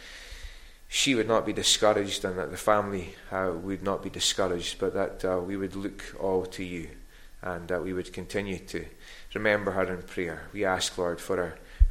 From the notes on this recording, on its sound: recorded at North Harris Free Church on the evening of Sunday, 10th September 2023